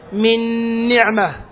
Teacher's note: الغنة التي تسمعها غنة نون نعمة، ليست غنة نون من · Term: إدغاما كاملا